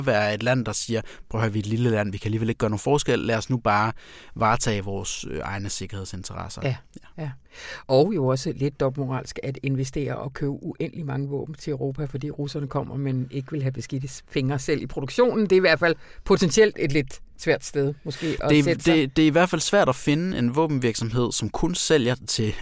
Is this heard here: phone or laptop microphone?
no